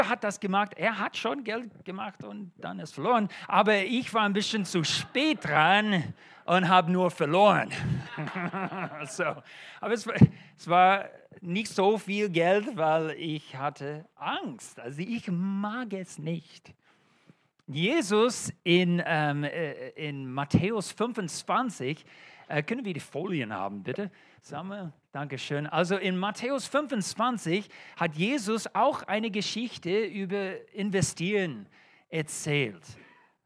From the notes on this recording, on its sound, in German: Allianzgottesdienst. In der Gemeinde Kaleo Schopfheim aufgenommen.